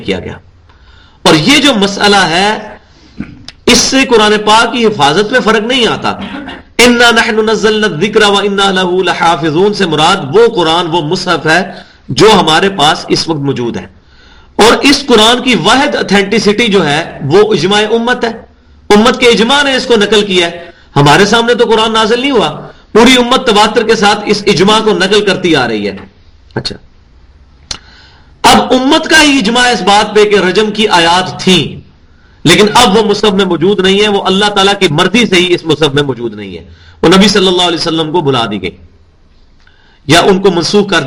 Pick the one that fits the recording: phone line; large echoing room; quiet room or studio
large echoing room